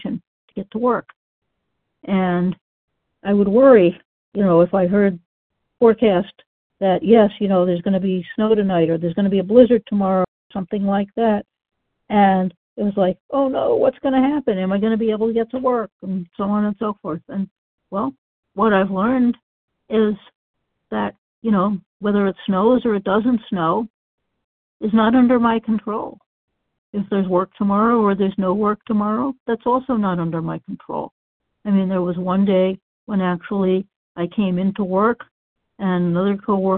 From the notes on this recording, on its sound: 100 Pounders Phone Meeting, 3/30/23